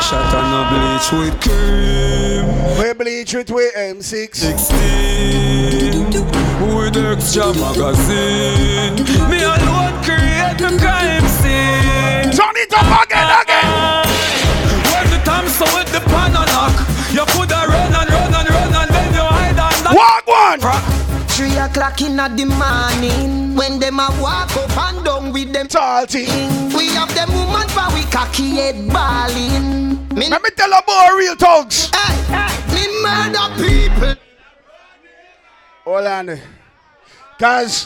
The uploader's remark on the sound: BDAY PARTY (LIVE AUDIO)